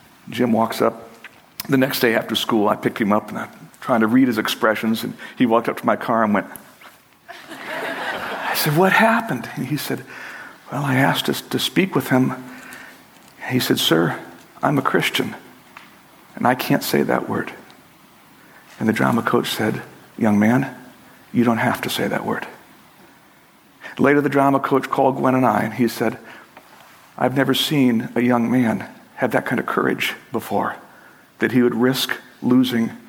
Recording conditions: large echoing room